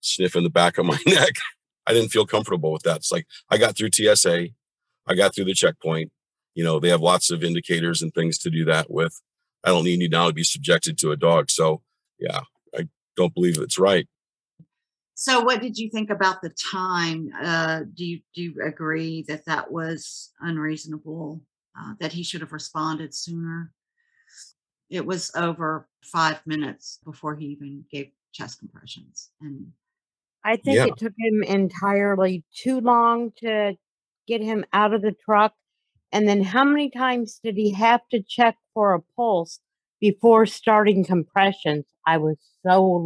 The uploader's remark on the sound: In this Snow & Tell Zoom discussion